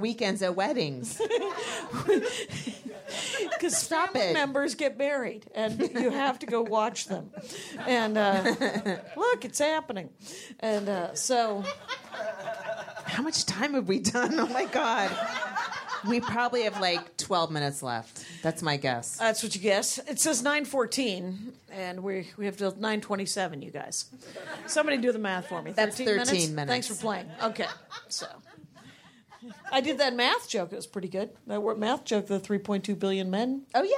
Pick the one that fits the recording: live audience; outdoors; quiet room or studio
live audience